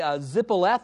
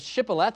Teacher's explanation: They would say zippoleth instead of shippoleth, so it seems like they had trouble with the SH sound. · Shown in: second take